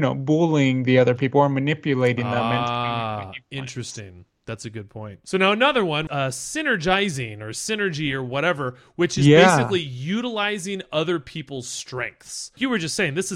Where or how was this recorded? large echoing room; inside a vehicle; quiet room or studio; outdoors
quiet room or studio